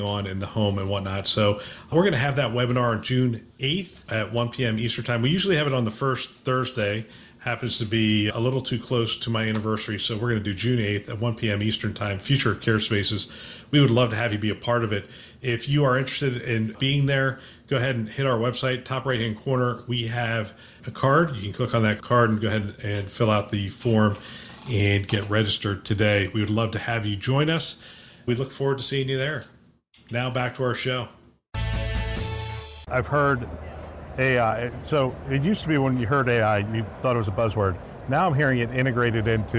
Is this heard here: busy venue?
yes